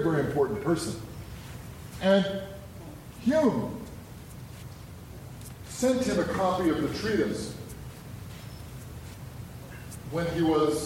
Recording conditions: live audience